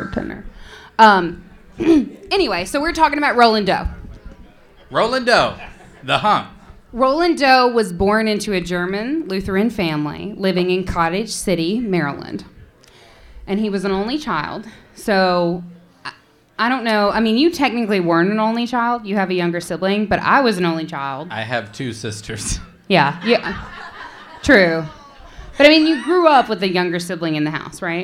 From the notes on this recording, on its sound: Live at Dangerously Delicious Pies. We're SO excited about our FIRST EVER live show that we're sharing it with all our listeners.